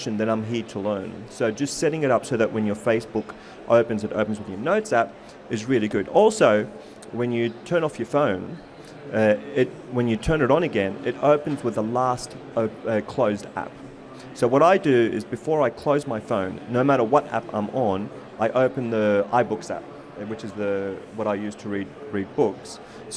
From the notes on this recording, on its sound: This was a live panel discussion at Accountex.